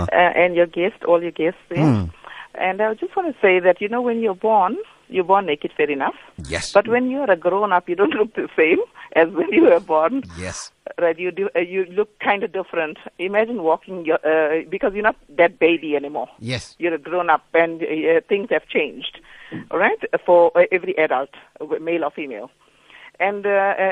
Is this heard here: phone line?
yes